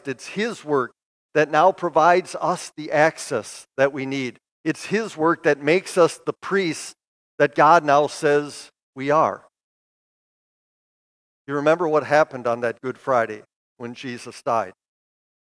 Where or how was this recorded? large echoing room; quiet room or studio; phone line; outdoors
large echoing room